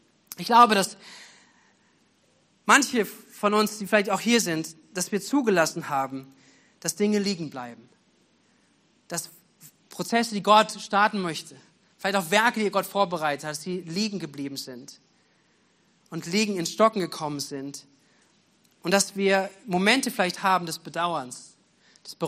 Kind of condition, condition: setting, large echoing room